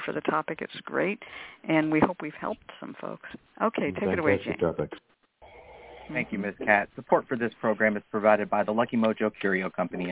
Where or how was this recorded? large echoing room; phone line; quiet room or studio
phone line